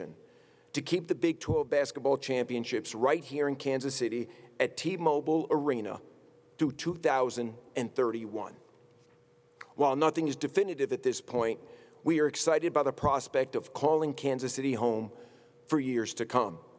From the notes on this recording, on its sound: Press conference at Big 12 Basketball Media Day. In Kansas City, Missouri.